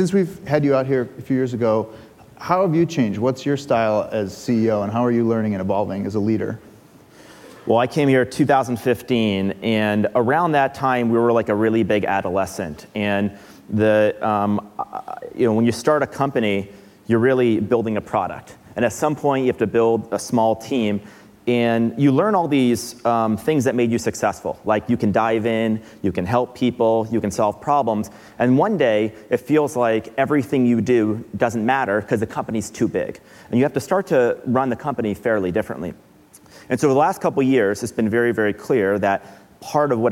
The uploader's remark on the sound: Live at Code 2018